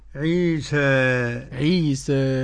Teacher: يبقى قرأ ورش بالتقليل والفتح